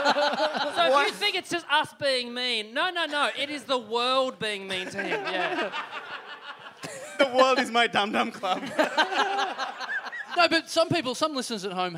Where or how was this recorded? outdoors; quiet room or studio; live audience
live audience